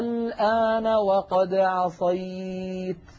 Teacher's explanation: أيضا نلاحظ هذه الألفات جاء بعدها حرف ساكن مشدد، قد يكون الساكن غير مشدد، مثلا قوله تعالى في سورة يونس الآن وقد عصيت. لاحظوا هذا حرف مد، ألف ساكنة مفتوحة ما قبلها وبعدها لام ساكنة واللام غير مشددة، ولم يأتي هذا المثال إلا ولم يأتي المد اللازم الذي بعده سكون غير مشدد إلا في هذه الكلمة على رواية حفص عن عاصم.